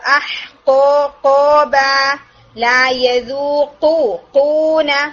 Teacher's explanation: پھر دوسری چیز جو آپ نے پریکٹس کرنی ہے وہ ہے لیٹر قوف، ٹھیک ہے. قوف کو تھوڑا سا اور سافٹ پیلٹ پر ہٹ کر کے اس کو اسٹرانگ ہٹ دیں، کہ اس میں نا بالکل ایک ہٹ کی، ایک اسٹرانگ ہٹ کی آواز آنی چاہیے.